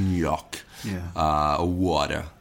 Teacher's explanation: They will kind of put an emphasis on the K, like New York